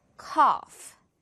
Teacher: 이 부분 OU를 코우후가 아니라 발음 길게 끌어주면 돼요.